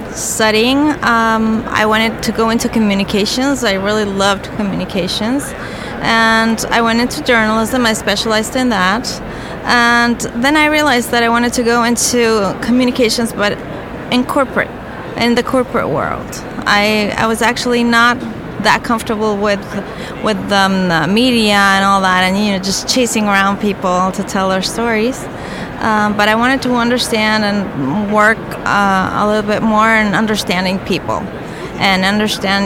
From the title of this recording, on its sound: Live from SIOP